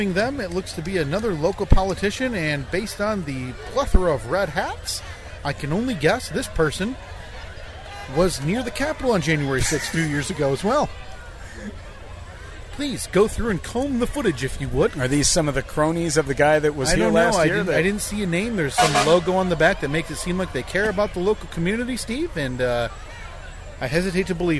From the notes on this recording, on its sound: Memorial Day Parade-Cast 2023! The first 15 minutes of audio sound pretty rough. Once we got it dialed in (somehow?), it actually sounded half decent…at least, as decent as a podcast recorded in the bed of a 1988 Jeep Comanche while attending a parade can sound!